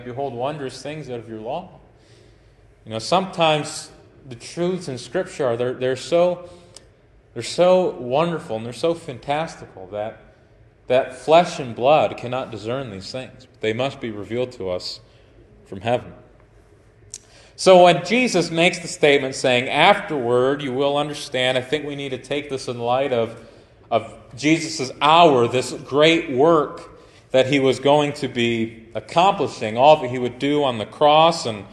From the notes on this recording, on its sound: Preached at Grace Baptist Tiffin Ohio on 7/30/2023